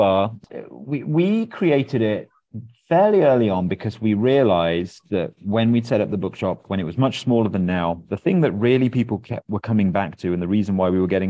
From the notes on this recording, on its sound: We spoke via Zoom.